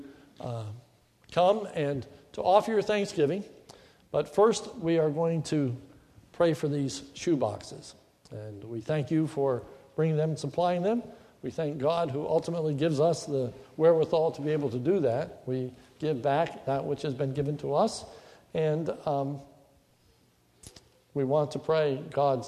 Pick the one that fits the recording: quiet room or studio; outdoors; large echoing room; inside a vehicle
large echoing room